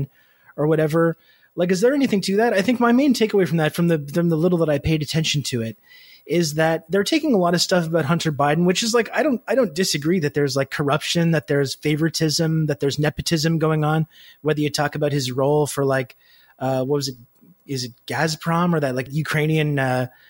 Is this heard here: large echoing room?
no